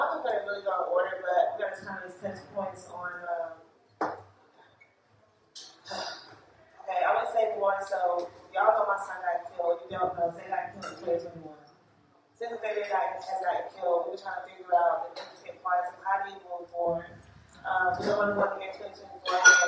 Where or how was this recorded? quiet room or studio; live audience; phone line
live audience